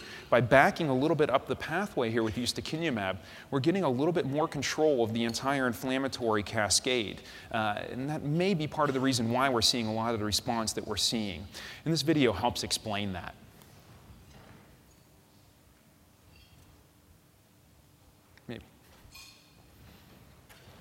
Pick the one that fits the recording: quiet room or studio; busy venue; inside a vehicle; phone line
busy venue